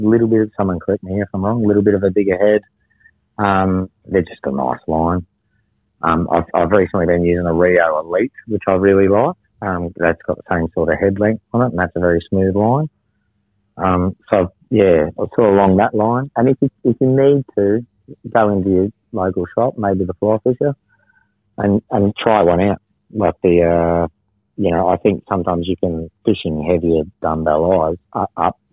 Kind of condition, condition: link, phone line